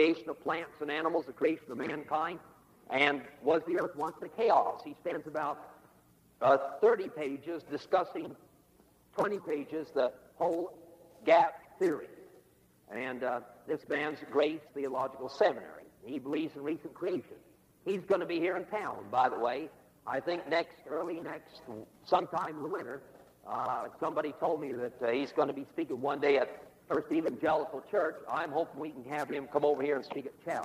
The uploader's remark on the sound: There are slight audio problems for the first three minutes, but the message is listenable.